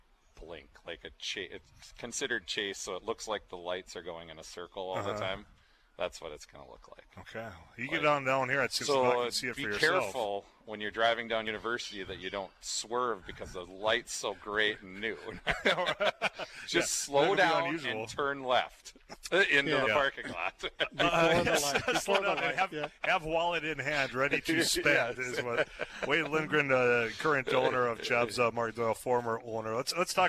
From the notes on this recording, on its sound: live at Chub's Pub and Package Place